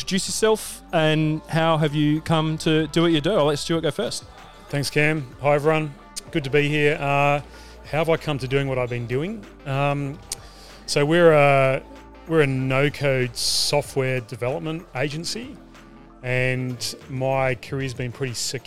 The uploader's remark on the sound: Live at We Work in Perth